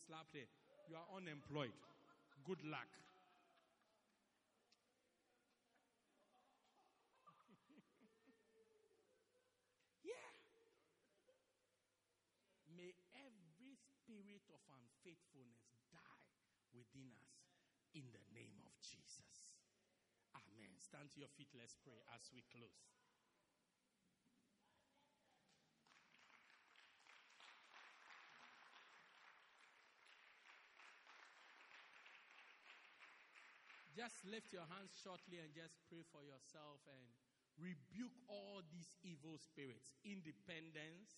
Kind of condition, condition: setting, large echoing room